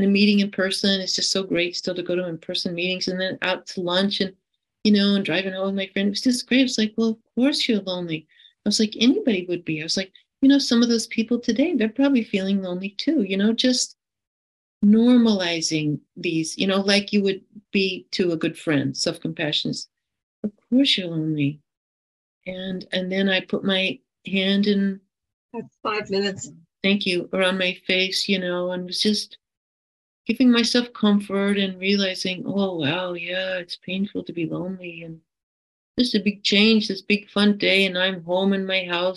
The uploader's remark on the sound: Friday Online Meeting. This recording is from an Overeater Anonymous H.O.W.